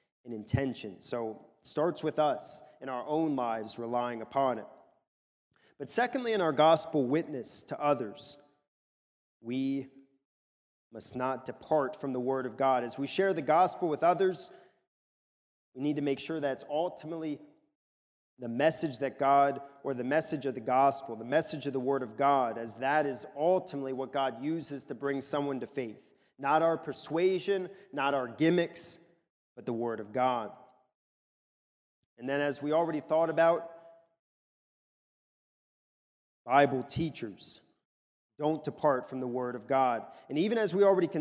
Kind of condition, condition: setting, large echoing room